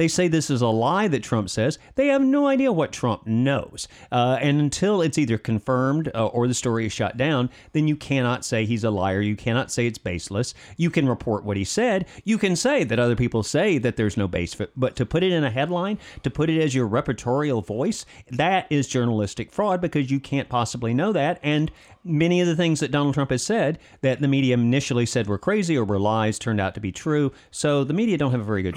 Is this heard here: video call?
no